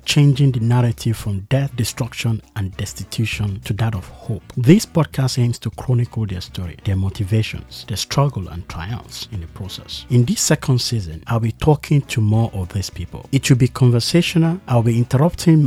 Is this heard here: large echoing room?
no